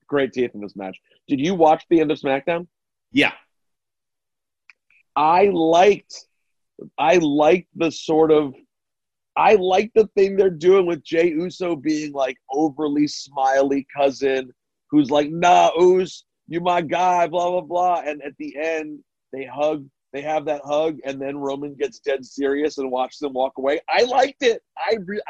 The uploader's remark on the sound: jump on a zoom